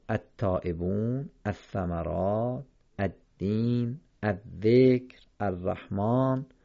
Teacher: پس لام ال قبل از تشدید خوانده نمیشه · Term: لام ناخوانا